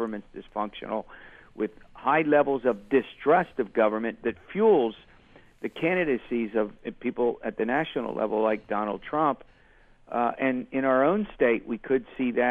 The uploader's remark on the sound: We'll open the phones